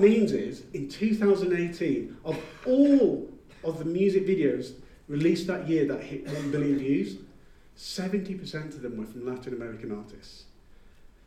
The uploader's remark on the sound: Midem Keynote. Keynote address, recorded earlier today in Cannes!